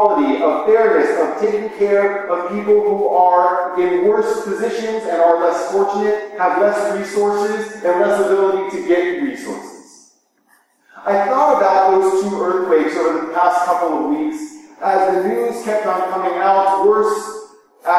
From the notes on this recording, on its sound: Please pardon the echo. We had technical difficulties in the recording that we hope to have resolved in the future.